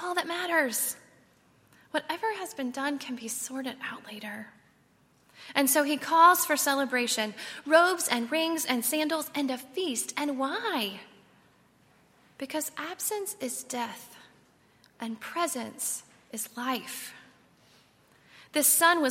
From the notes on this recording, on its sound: on Sunday, March 31, 2019, at Highland Baptist Church.